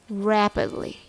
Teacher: Remember the stress is on the first syllable, rap. The rhythm goes ta-da-da.